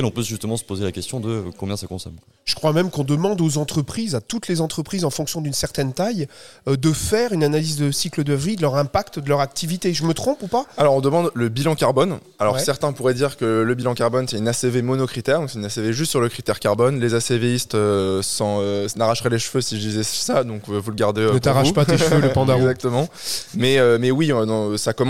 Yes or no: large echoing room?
no